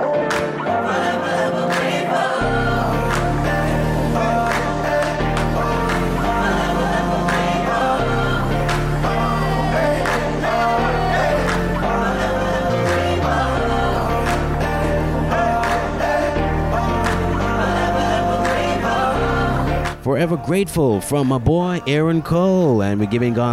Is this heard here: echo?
no